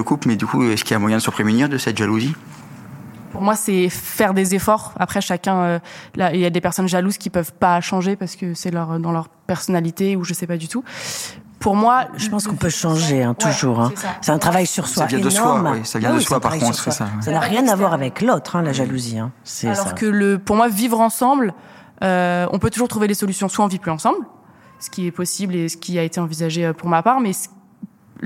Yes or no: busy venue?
yes